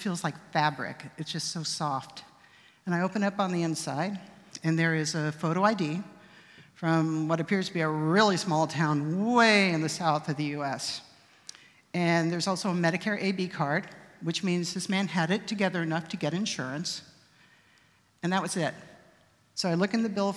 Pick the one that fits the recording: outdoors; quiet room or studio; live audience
live audience